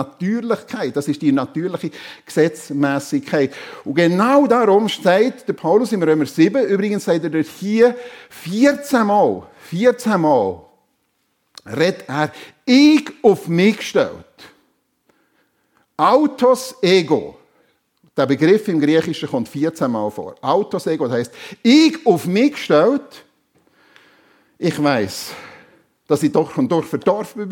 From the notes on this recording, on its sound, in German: Predigt der FEG Sumiswald an Pfingsten 2023